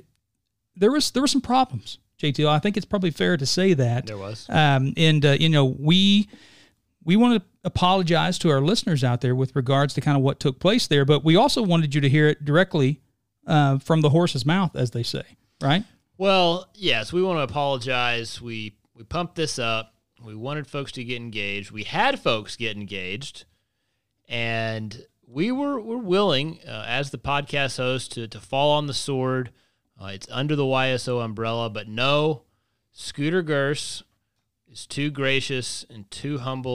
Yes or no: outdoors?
no